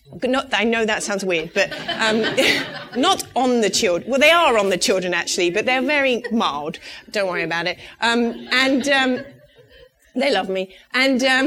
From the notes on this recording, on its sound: a live conversation in Boston